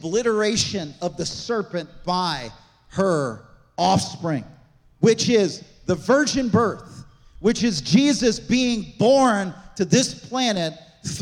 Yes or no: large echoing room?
yes